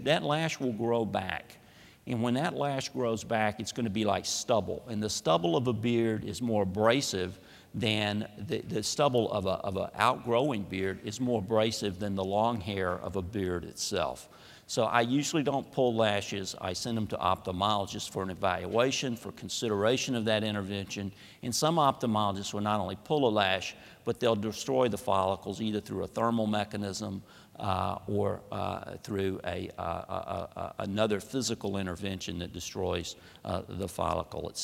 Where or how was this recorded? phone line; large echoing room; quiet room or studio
large echoing room